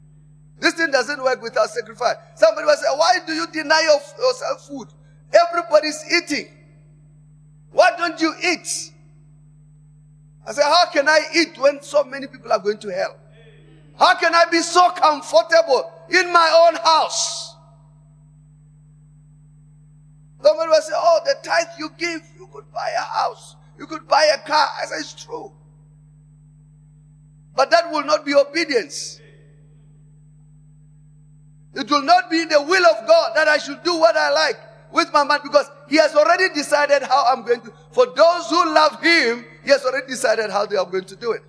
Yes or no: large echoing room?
yes